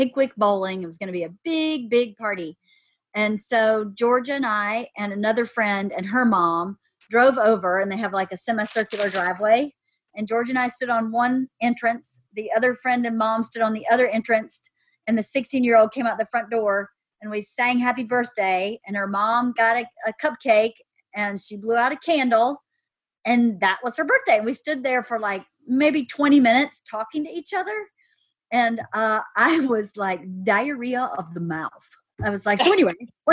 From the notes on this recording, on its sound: Today I hop on Zoom with my friends